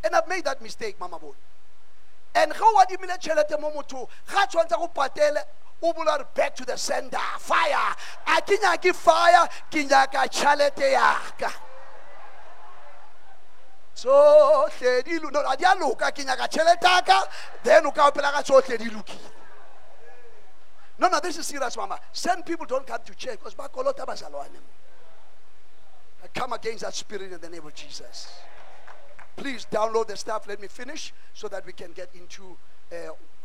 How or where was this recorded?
large echoing room